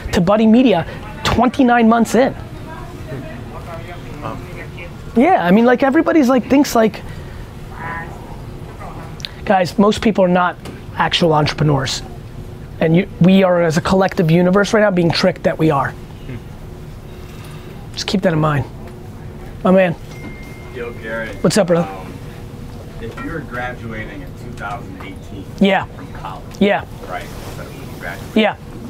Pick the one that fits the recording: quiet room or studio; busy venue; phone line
busy venue